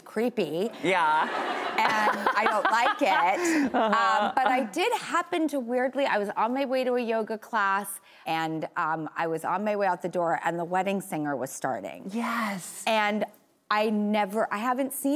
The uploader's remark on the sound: answering audience questions